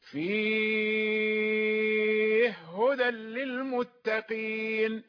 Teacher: يدغم الهاء في الهاء